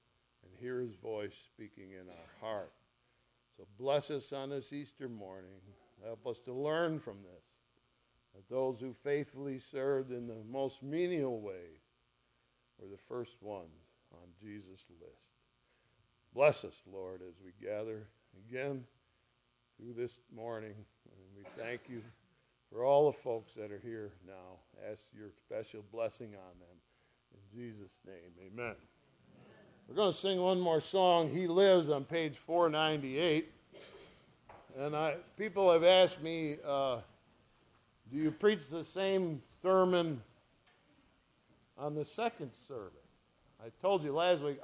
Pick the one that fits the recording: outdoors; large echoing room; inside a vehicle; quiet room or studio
large echoing room